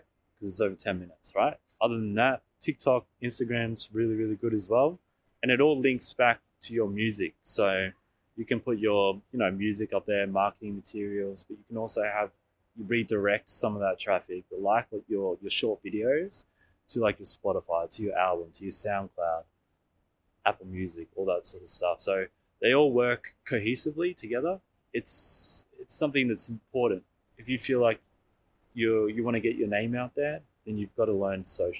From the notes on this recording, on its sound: Interview recorded on August 19, 2023 (Flinders Lane, Melbourne Central Business District)